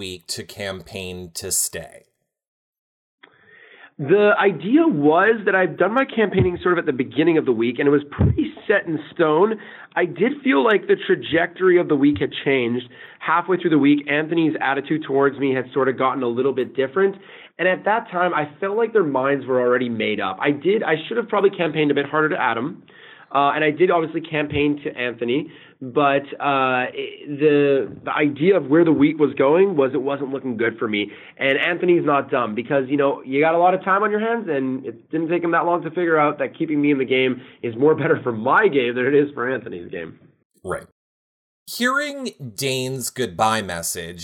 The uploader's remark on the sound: Phone Interview.